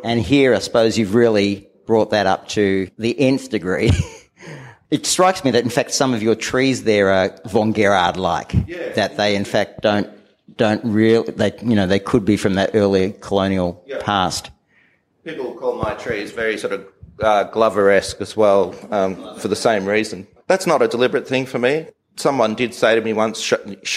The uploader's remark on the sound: This episode our two hosts will be heard only briefly, before we dive into a live conversation from the beautiful Australian Galleries in Fitzroy, Melbourne.